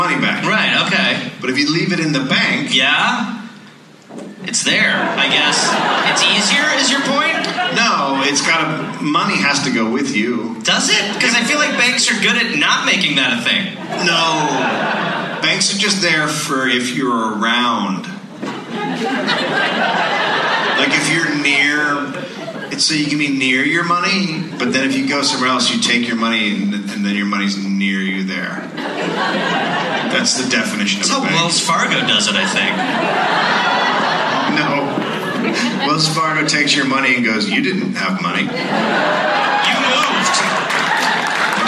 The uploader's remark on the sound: Live in Minneapolis